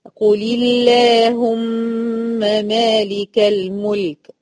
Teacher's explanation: قل الله اي سبقت بلام مكسوره بتاعت قل، فترققت اللام بتاعت اللهم. قل اللهم، ما قلتش قل اللهم، ما قلتش كده، قلت قل اللهم مالك الملك. · Term: لام لفظ الجلالة